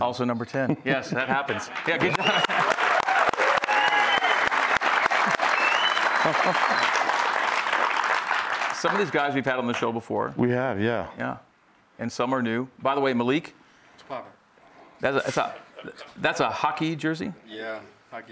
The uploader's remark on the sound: A live audience in Studio C.